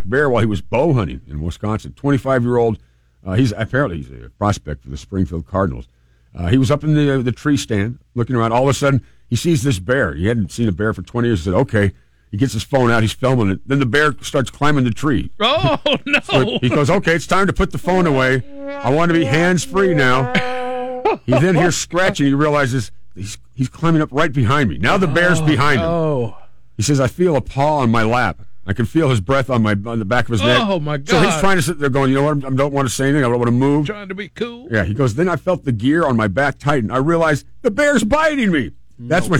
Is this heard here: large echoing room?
no